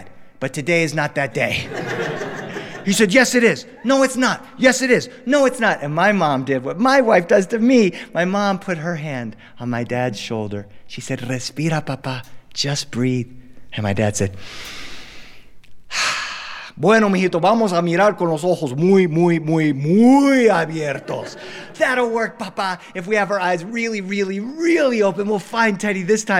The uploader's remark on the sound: joined us with our live studio audience to record these stories